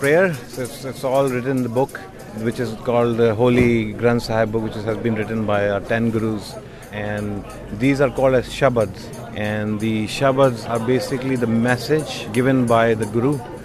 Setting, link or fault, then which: setting, outdoors